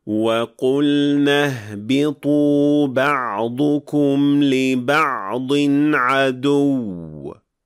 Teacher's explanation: When that happens, you must apply نبر، which enables you to show that the letter has شدة on it, which means that you will not drop or skip the letter at the end of the word. Nabr is the Arabic word for stress, which is a particular emphasis laid on, in this case, the last syllable of the word.